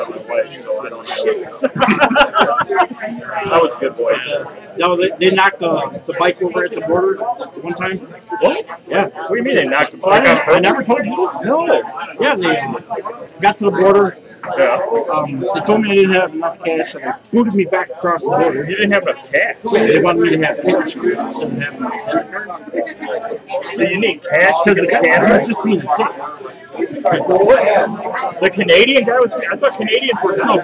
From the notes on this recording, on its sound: The audio plain sucks.